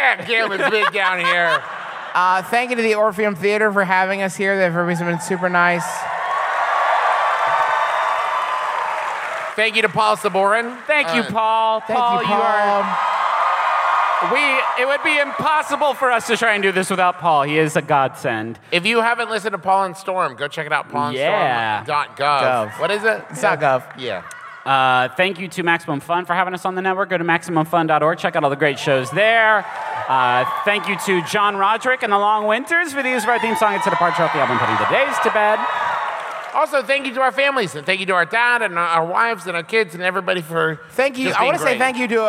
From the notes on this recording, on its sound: Enjoy our recent live show from New Orleans!